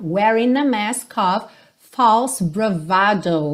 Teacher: o ING, já liga o N na próxima palavra, o G não vai ter som